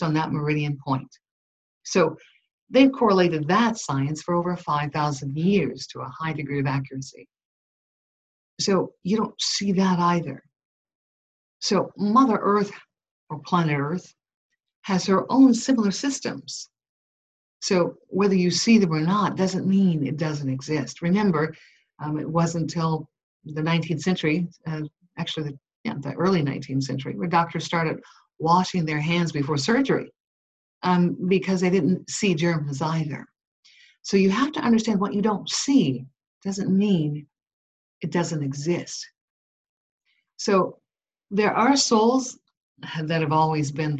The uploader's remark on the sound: Unfortunately, some Skype audio quality issues.